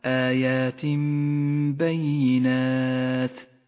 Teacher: مطلع سورة النور نبدأ بحكم الإقلاب في قوله تعالى آيات بينات التنوين وبعده حرف الباء يقلب التنوين إلى ميم تغن الميم بمقدار حركتين